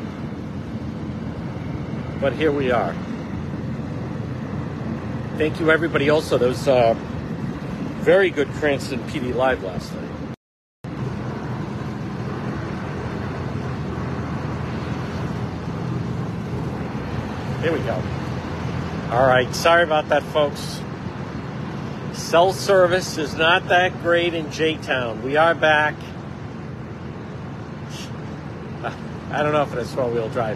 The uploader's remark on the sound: On-the-scene Live-stream RIPTA bus in Jamestown RI